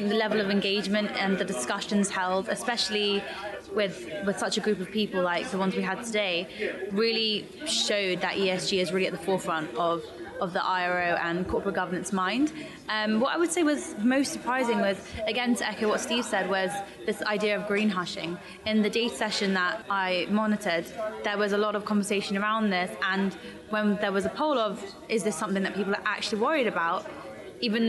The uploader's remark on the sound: The IR Magazine team reports live from the floor of the ESG Integration Forum – Europe.